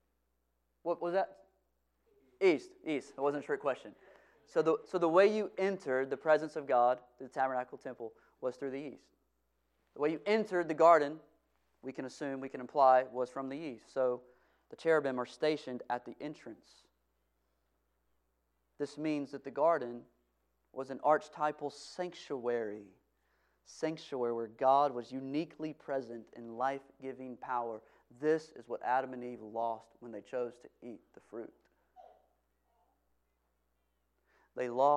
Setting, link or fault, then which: setting, large echoing room